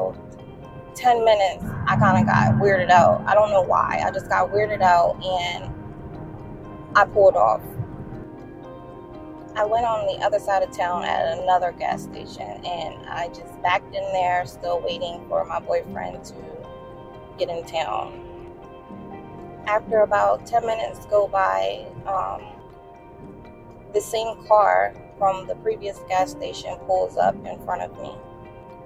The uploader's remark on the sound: Please excuse the sound quality of this episode. It was easier for me to record this driving.